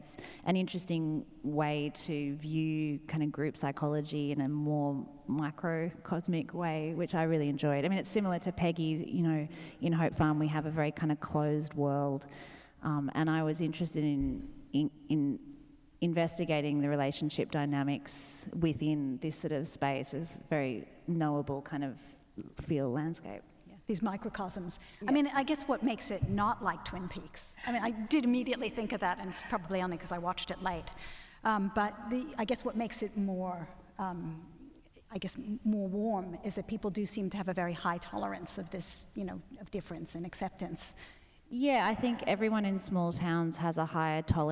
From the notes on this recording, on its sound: recorded at the 2017 Newcastle Writers Festival